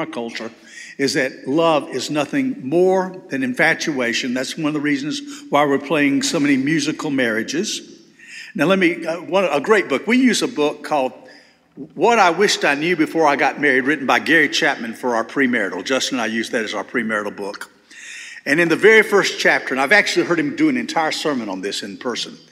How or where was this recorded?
large echoing room